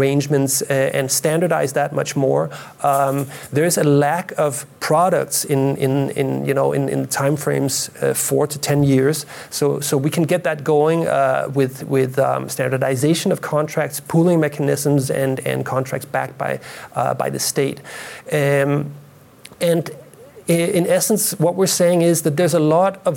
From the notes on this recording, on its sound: Live recording of the Watt Matters podcast, hosted at Eurelectric's offices in Brussels, with support from Siemens and Linde.